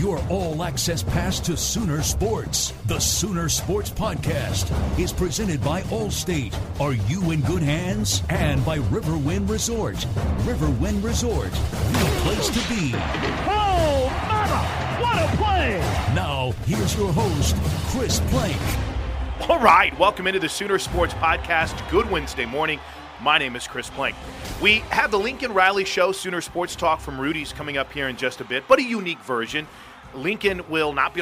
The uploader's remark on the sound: Sooner Sports Talk Live From Rudy's